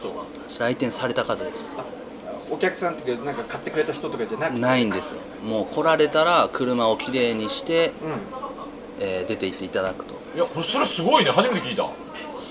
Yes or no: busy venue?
yes